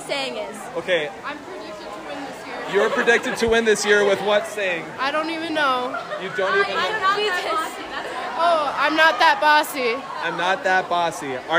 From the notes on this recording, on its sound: Continuing live interviews at FLY 2023